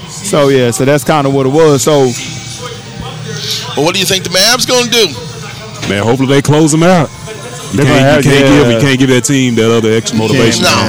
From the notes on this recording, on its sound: Live from TJ's Catfish & Wings in Arlington, TX.